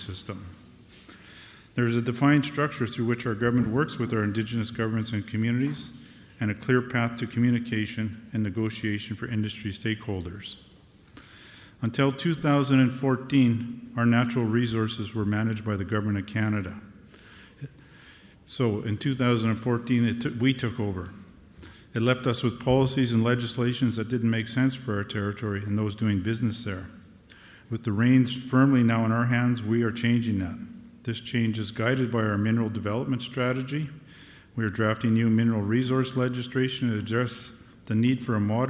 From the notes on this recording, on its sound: Featured is a NWT panel session held at the Canadian Mining Symposium in London in April 2018.